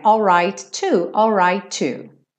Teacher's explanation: Lembrando de juntar os dois T's